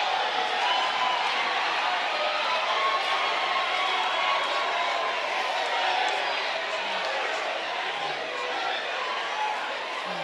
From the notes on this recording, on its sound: Preached at the Wisdom Impartation Service.